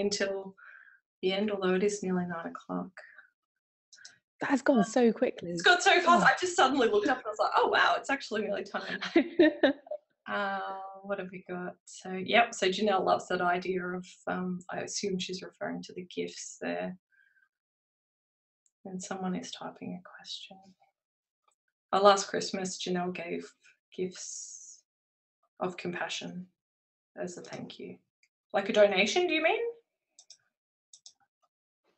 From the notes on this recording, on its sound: originally a recorded webinar